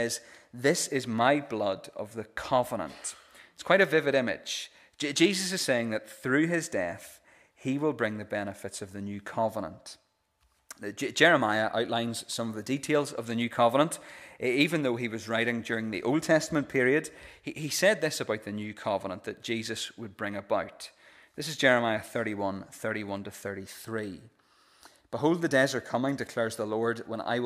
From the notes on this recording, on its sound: This is the recording of the Bible reading and sermon from our pre-communion service